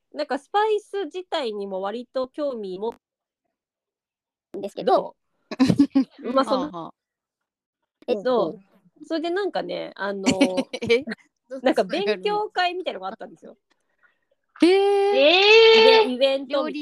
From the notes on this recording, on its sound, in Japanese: リモート収録につき時々途切れてますが